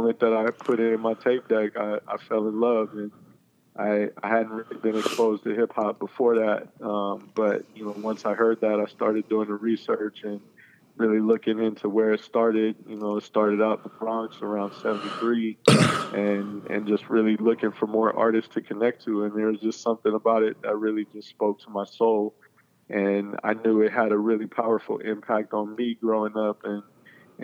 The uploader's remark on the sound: connects via phone